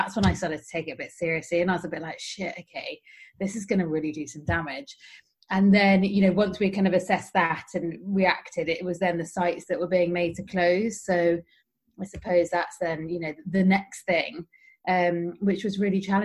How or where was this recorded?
video call